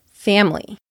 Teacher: Family has two syllables. There's a silent I in the middle, family. These are just a few random examples of mispronouncing basic words.